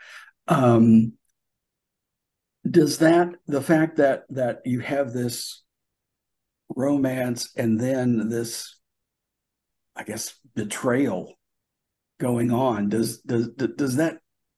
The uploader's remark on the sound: global and virtual press conference